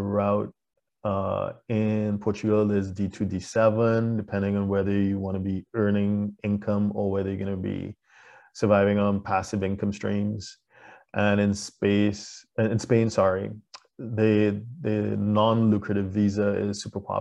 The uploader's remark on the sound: LIVESTREAM. For those joining us on Zoom.